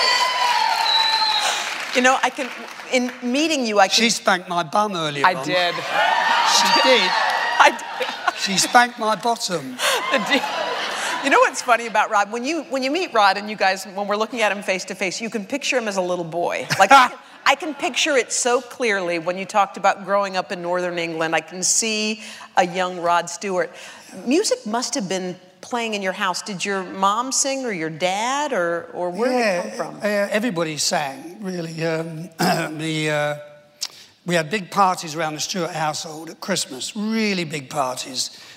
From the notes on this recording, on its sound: Recorded on October 29, 2015 in front of a live audience. In front of a live audience at New York's 92nd Street Y.